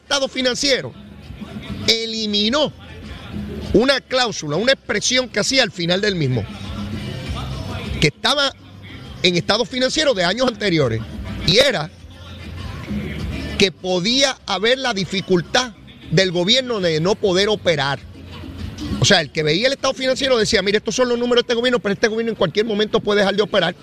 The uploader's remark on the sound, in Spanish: 93.7 Z 93 Puerto Rico. En directo desde el Coca Cola Music Hall a beneficio de los pacientes del hospital pediátrico de PR.